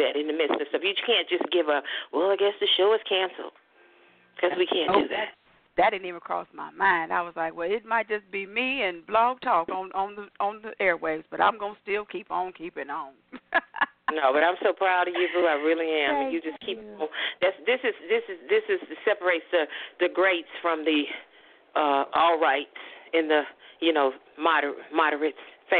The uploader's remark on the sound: your phone calls, comments, questions